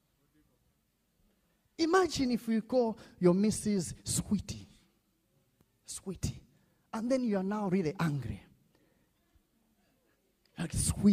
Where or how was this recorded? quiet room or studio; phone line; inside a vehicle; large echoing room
large echoing room